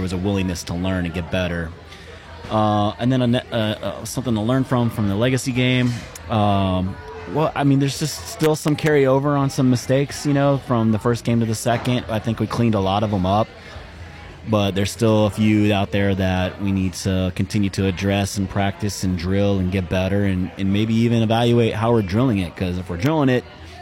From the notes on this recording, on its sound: Live at Lime Fresh Mexican Grill. At Lime Fresh Mexican Grill on Narcoossee just south of Lake Nona High School.